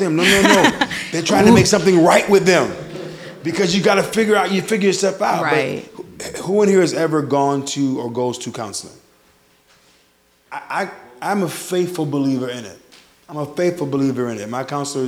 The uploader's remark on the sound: This episode is the first live installation of the Sonshine State. With a live audience, various opinions are expressed, and it allowed for an even greater dialogue.